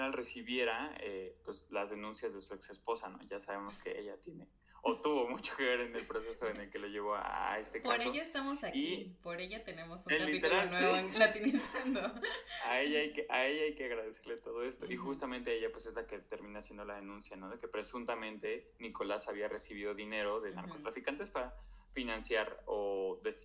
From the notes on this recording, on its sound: Este episodio tuvo problemas de audio por lo que una disculpa.